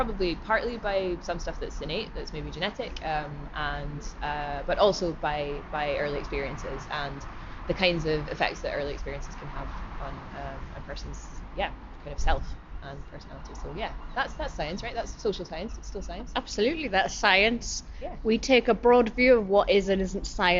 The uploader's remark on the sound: Recorded at Bristol Con 2021. Recorded at Bristol Con 2021.